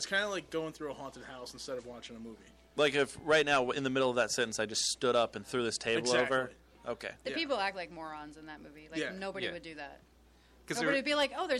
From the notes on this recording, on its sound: We are live from the Provoked Premiere!